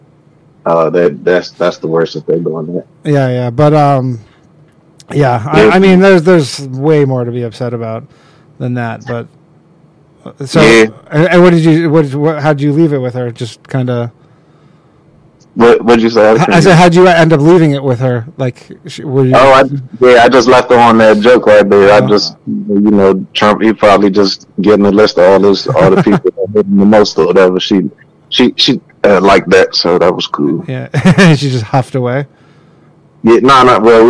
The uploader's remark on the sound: The bad advice question/call in show.